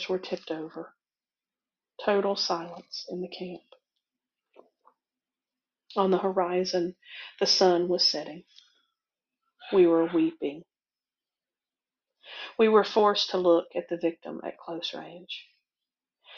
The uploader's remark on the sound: the first message I delivered to my new internship congregation at Fries Memorial Moravian Church in Winston-Salem